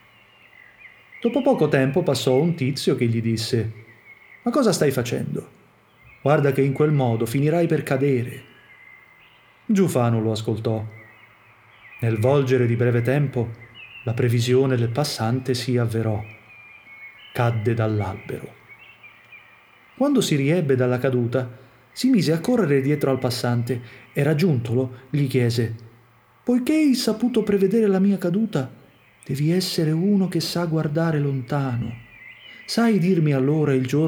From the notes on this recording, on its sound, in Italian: Field recording di un'alba a Bologna, aprile 2020.